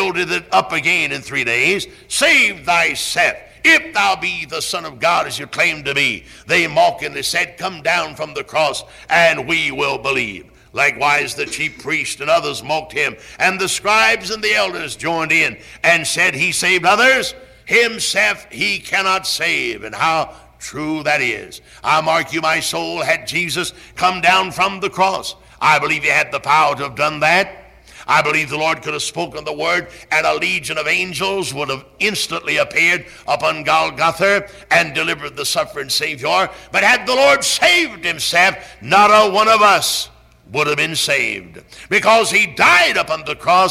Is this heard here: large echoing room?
yes